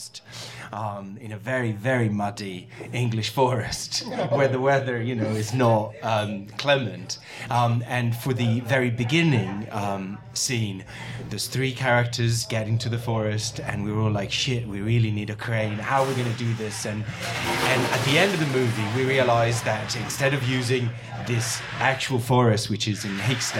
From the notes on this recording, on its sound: This episode of the podcast was recorded live at Orleans Restaurant in Davis Square as part of the 44th Annual Boston SciFi Film Festival.